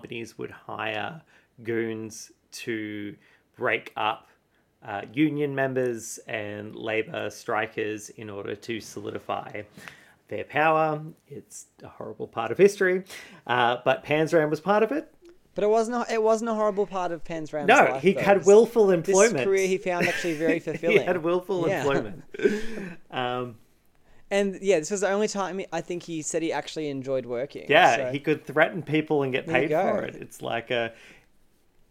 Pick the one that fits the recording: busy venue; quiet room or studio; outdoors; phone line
quiet room or studio